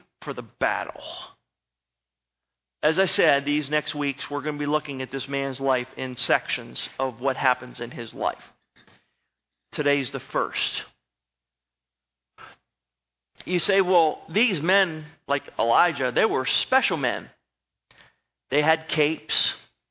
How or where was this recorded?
large echoing room